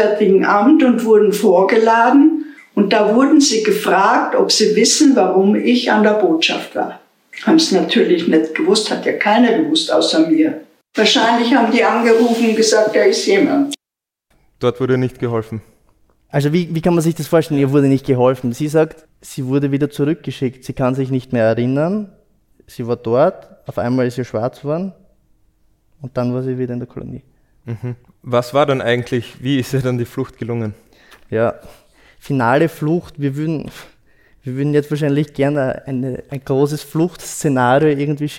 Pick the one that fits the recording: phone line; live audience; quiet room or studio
live audience